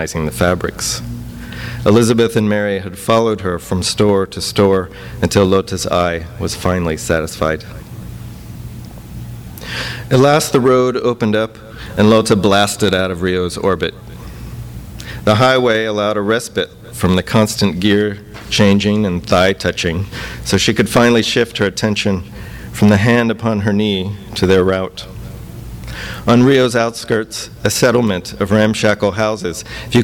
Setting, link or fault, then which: setting, live audience